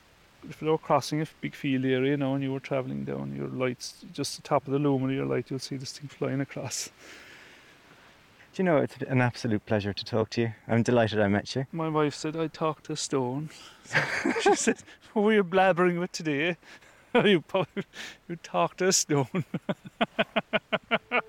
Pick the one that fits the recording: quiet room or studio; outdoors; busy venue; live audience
outdoors